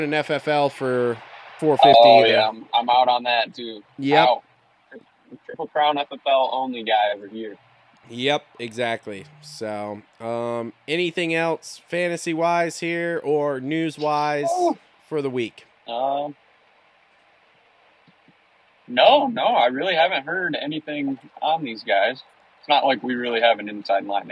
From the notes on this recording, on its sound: jump on the phone